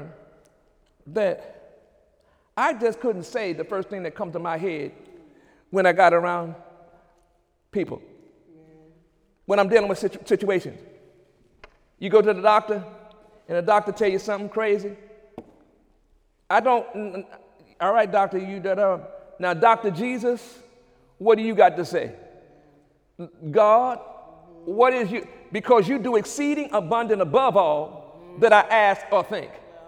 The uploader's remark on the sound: During Wednesday night service on February 8, 2017